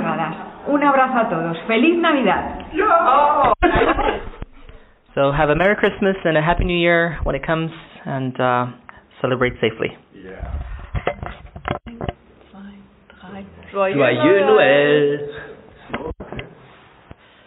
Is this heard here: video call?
no